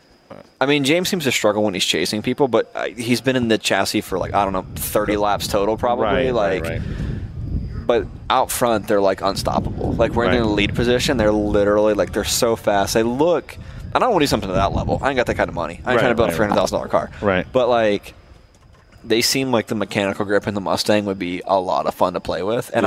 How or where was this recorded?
busy venue